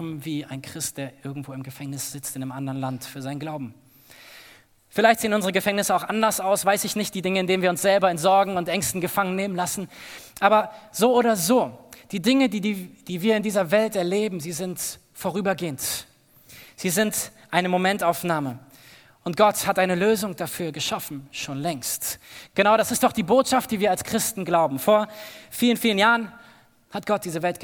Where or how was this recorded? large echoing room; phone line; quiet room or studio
large echoing room